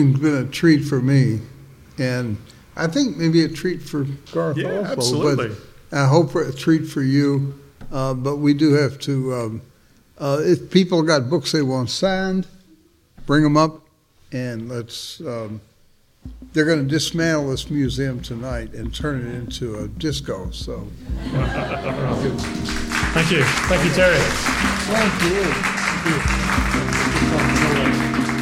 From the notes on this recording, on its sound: Recorded Wednesday, October 2nd at the American Bookbinders Museum in San Francisco